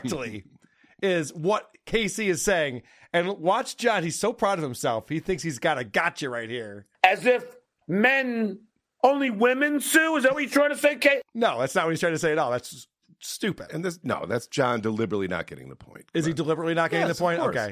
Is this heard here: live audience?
no